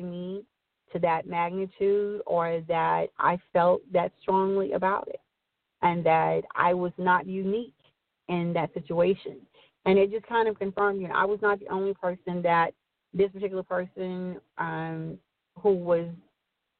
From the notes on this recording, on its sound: Open Forum Line - Call